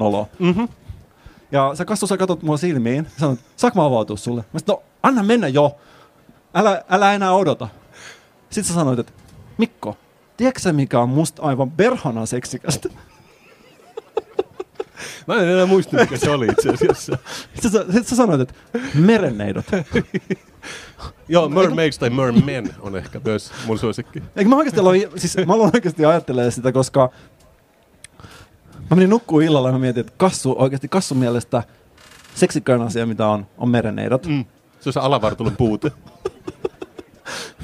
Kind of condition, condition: setting, live audience